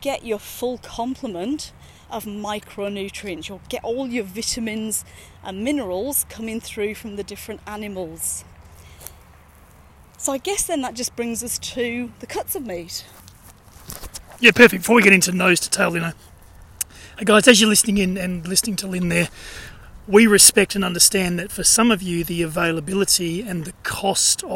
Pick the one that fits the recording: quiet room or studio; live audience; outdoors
outdoors